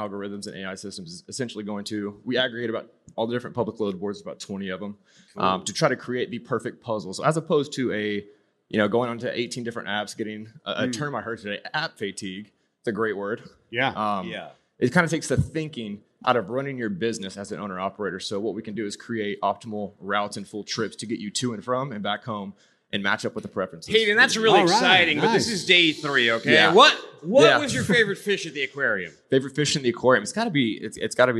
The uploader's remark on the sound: live from day 3 at the biggest party in freight, F3